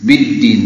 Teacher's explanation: dalnya juga syiddah ditekankan